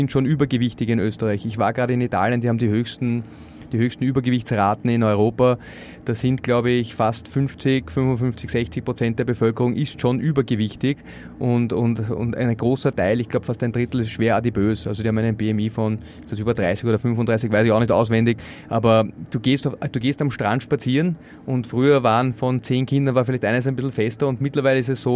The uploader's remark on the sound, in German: In unserer Live Aufnahme am 4Gamechangers Festival